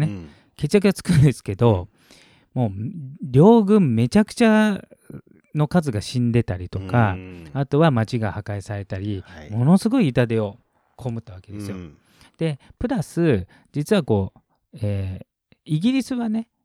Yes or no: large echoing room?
no